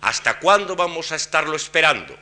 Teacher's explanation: En cuanto hemos dicho cuán, ya todo el registro permanece elevado